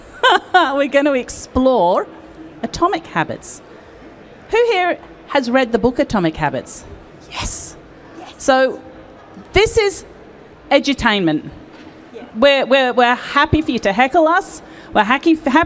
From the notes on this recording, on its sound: This was a live panel discussion at Accountex